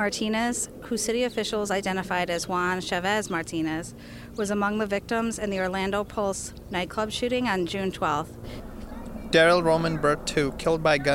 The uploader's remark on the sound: We have interviews and footage from the March For Our Lives in Washington.